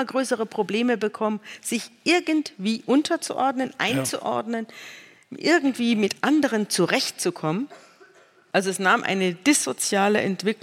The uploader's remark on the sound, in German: vor Livepublikum im Hamburger Schauspielhaus